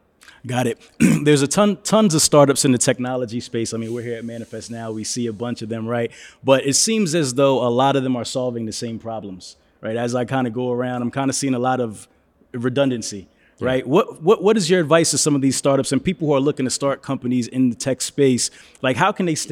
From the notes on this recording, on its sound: LIVE from Manifest in Las Vegas, NV. Electro-Voice RE320 DYNAMIC MICROPHONE.